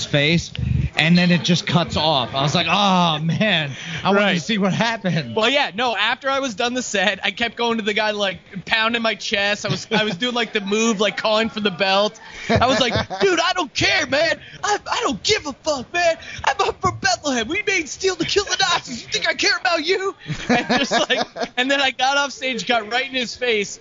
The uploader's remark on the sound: Live from the Brew Pub